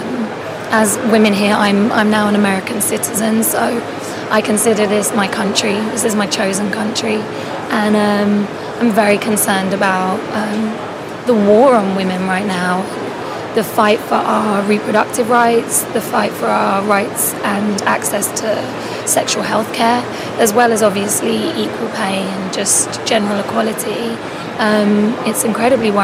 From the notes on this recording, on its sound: Live from Untitled Art Fair.